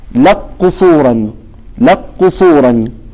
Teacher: المثال الآخر الكاف القاف: لق قصورا، لق قصورا، تشديد القاف، لق قصورا، تشدد القاف ولا بقاء لصفة الكاف